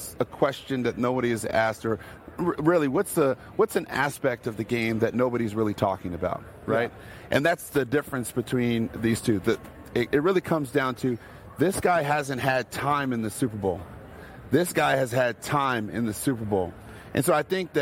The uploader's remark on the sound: live from Radio Row in Las Vegas